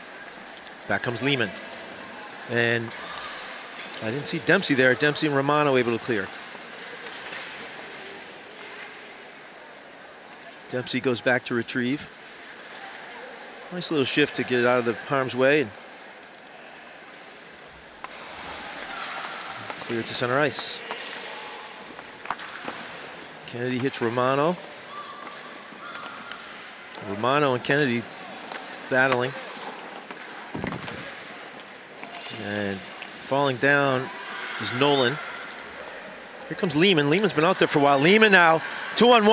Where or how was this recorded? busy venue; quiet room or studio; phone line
busy venue